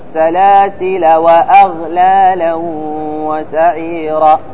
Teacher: تحذف الألف، تحذف الألف في الوصل